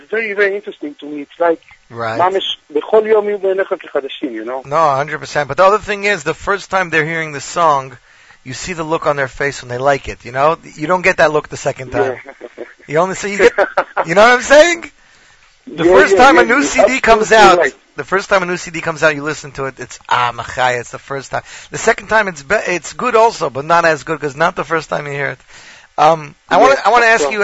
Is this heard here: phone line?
yes